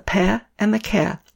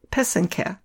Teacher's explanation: the first and third syllable rhyme. So that's the pe and the ke.